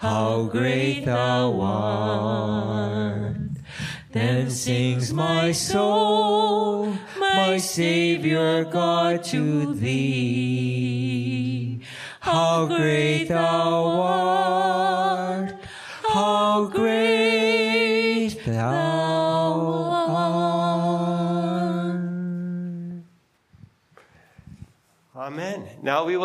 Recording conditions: large echoing room